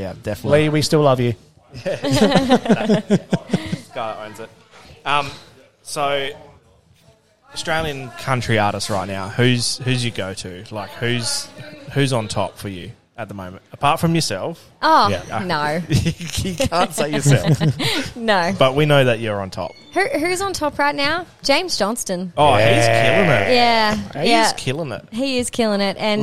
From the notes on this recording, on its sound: The episode was recorded in the pub so there is a bit of background noise.